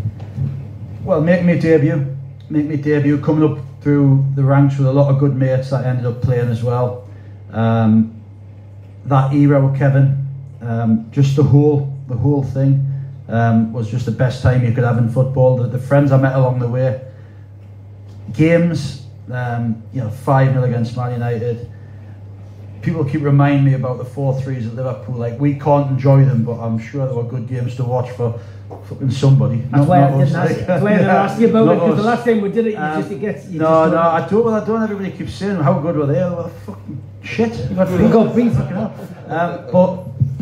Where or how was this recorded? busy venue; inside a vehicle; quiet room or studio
busy venue